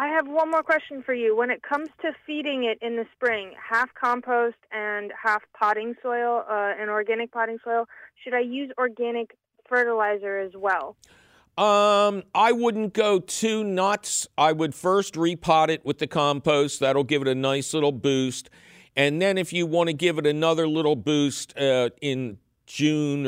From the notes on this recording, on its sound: your running phone calls!